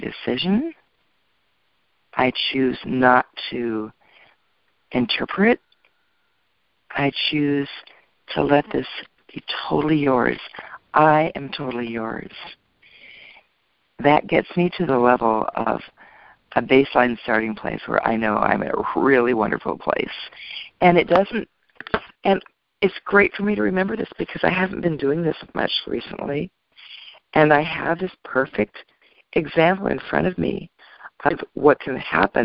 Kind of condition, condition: link, phone line